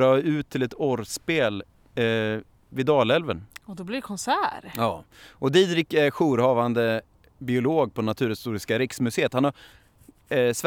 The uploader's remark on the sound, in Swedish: Vi får följa med honom in i gömslet den sista kvällen. Som vanligt är det äkta ljud ni hör som vi har spelats in på plats, Naturpodden använder inga ljudbanker.